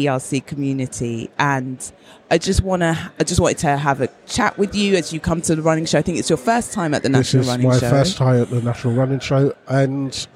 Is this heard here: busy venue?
yes